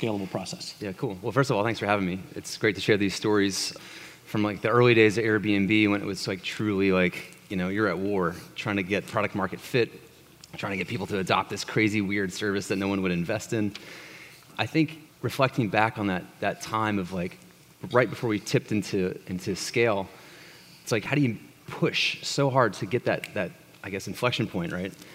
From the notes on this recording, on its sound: This fireside was recorded at The Scaleup Offsite, an event focused on scaling companies co-hosted by Greylock Partners and YC Continuity.